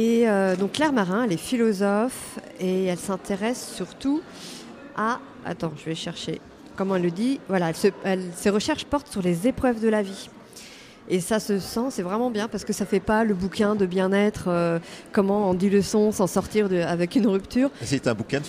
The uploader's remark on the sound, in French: Une belle émission en direct du marché de Lëon, marché de créateurs organisé par Béton à la mairie de TOURS